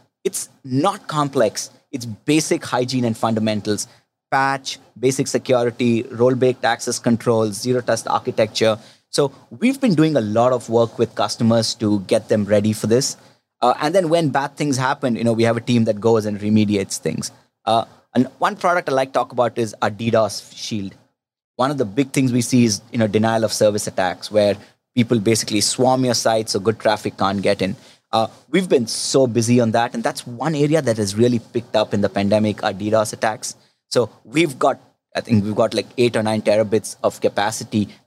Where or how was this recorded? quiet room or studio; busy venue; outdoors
busy venue